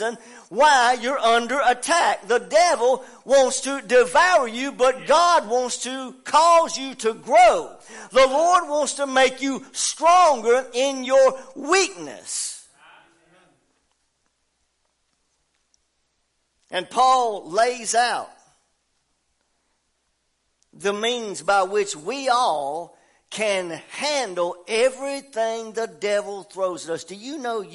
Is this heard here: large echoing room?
yes